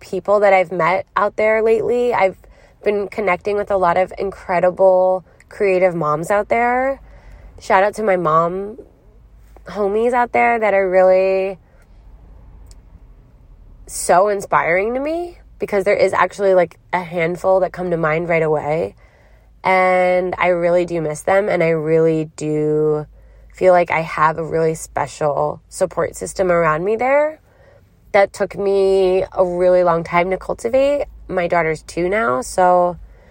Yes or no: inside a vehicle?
yes